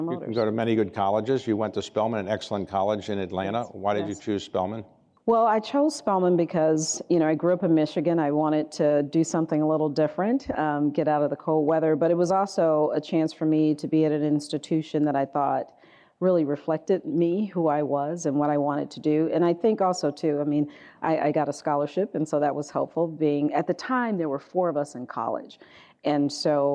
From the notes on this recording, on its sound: This interview was recorded Dec. At an Economic Club of Washington, DC event in Washington.